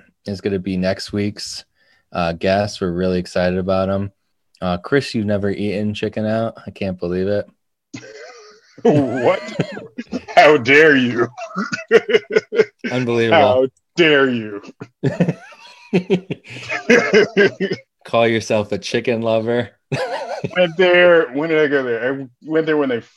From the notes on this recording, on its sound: Recorded Live on Zoom on 11/9/2020